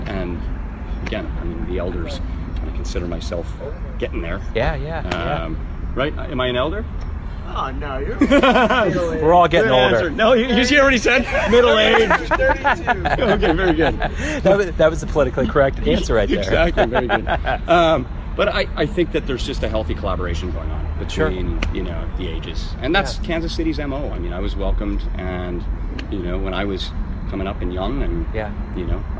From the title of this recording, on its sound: Live at the Blue Room in KCMO